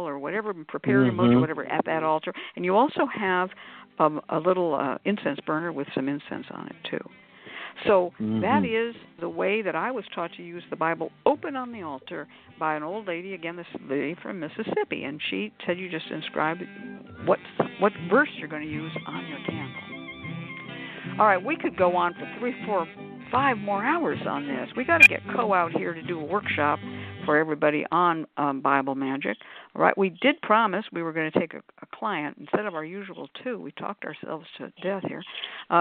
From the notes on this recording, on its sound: The Lucky Mojo Hoodoo Rootwork Hour is a real, live call-in show where the general public gets a chance to ask about actual problems. We begin this show with a Discussion Panel.